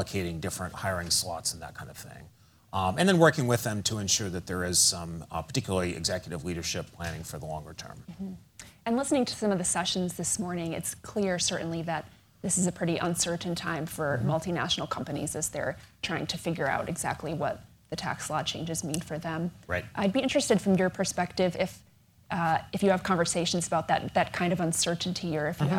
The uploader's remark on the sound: a bit of Q&A with the forum audience